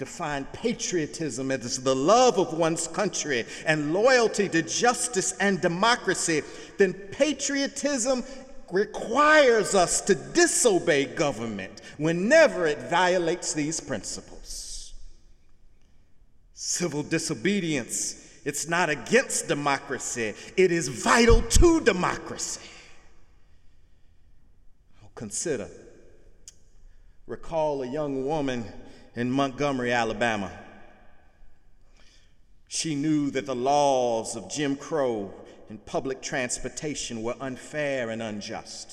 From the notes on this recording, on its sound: Sunday sermon September 10, 2017 in the Memorial Church of Harvard University